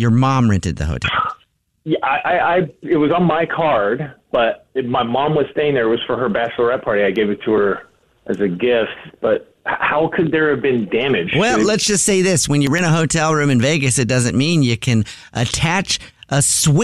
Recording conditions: phone line